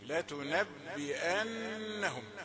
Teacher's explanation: ثم جاءت الغنة في النون ضعيفة